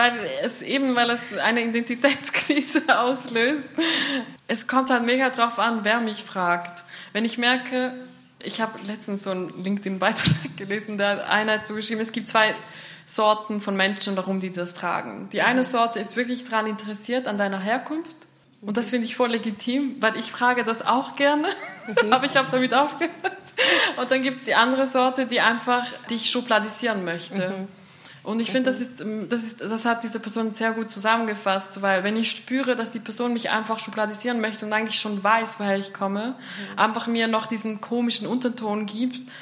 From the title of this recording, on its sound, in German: öffentlichen Podiumsdiskussion